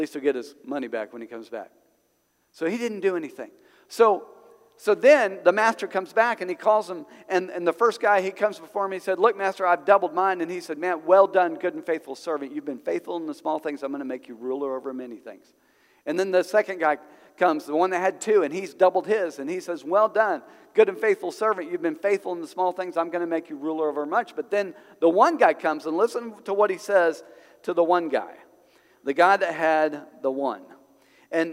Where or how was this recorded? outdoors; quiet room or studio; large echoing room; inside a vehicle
large echoing room